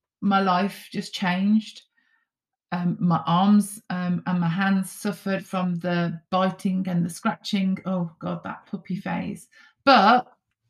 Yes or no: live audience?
no